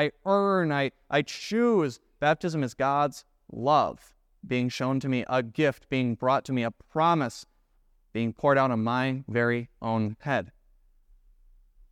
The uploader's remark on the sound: preached at Grace of God Lutheran on November 5,2023